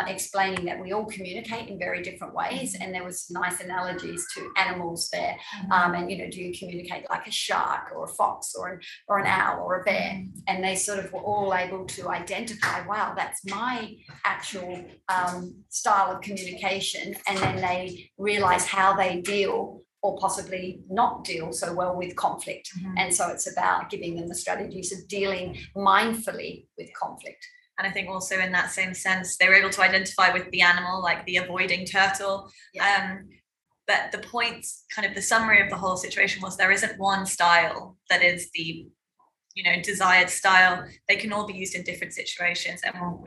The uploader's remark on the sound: The following podcast is the extracted audio from our recent DBIS Wellbeing webinar for Year 7 Parents. Discovery Bay International School.